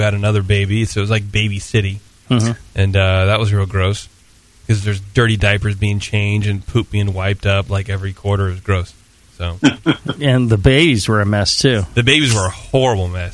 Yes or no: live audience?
no